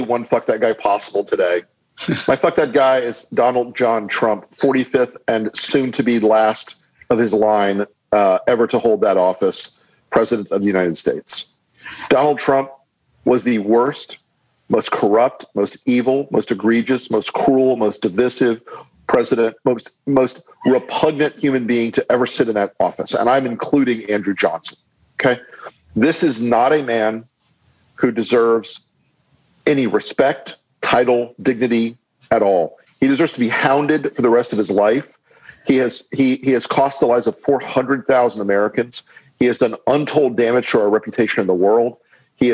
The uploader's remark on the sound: Which happened LIVE on Zoom.